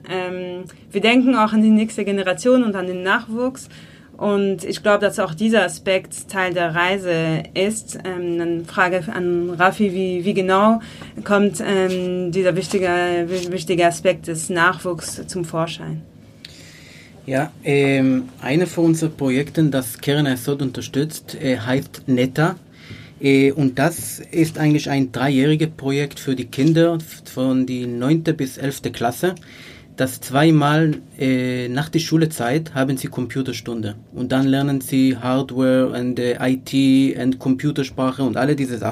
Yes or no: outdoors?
no